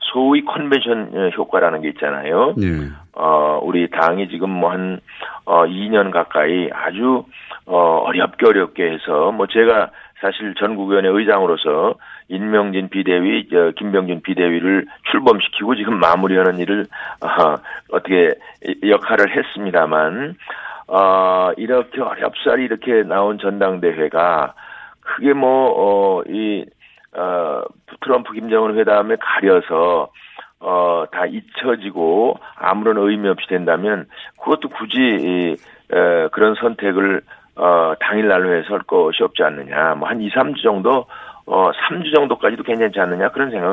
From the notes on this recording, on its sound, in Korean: 전화연결